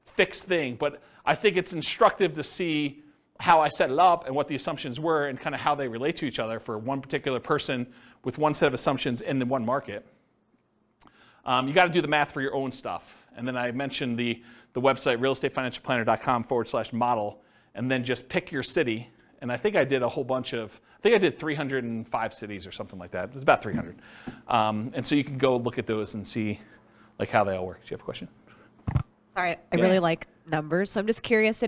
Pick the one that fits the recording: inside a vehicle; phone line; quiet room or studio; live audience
live audience